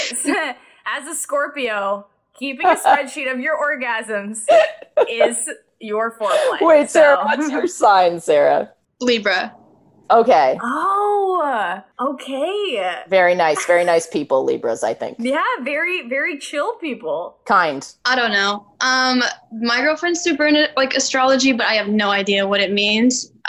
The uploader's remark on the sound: Please bear with the audio on this episode.